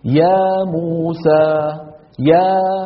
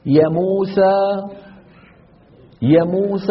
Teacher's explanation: طب أنا حقصرها الآن، يا موسى يا موسى، هذا شو صار؟ صارت فتحة، يعني اختفت الألف · Shown in: second take